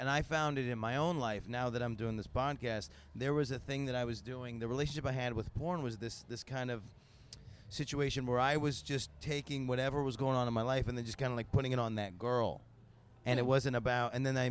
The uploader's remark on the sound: sit down at Exxxotica